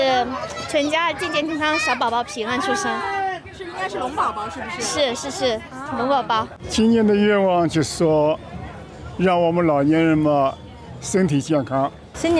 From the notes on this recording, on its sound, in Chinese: SBS普通话在现场请到多位华人。墨尔本博士山（Box Hill）举行农历龙年庆祝活动。活动现场热闹非凡，无论是舞龙舞狮、歌舞表演还是种类多样的摊位，都为当地社区带来浓厚年味。